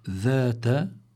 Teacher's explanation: هون الذال هي حرف لثوي، كمان ينبغي للقارئ أنه لا يبدل هذا الذال بحرف آخر وهو الزاي